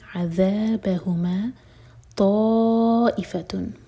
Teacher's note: ता मद मुत्तसिल है, चार हरका लंबा, इसके बाद हमज़ा पर कट ऑफ साउंड